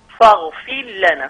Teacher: الراء الساكنة للجزم بعدها لام متحركة بيضغمها السوسي قولا واحدا